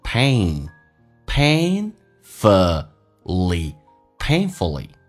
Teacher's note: A 这个发音稍微的饱满一点，先发 a，下巴往下掉，再发 a，滑动过程